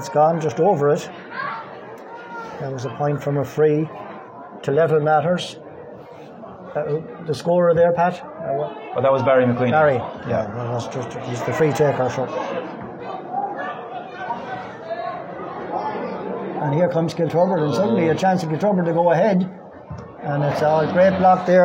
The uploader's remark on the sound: Live commentary of first half